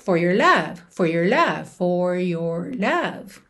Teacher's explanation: Já quando você estiver falando, é muito comum dizer for your love, for your love, tá? Enrolando mesmo a língua, se sua influência maior for o inglês americano.